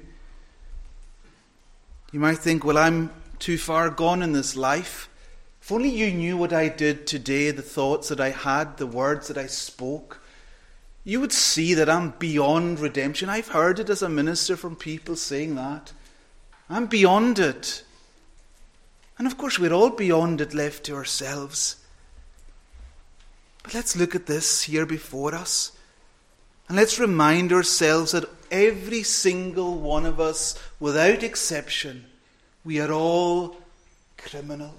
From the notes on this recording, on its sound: Saturday evening preparatory service. Recorded at North Harris Free Church on the evening of Saturday 17th September 2022.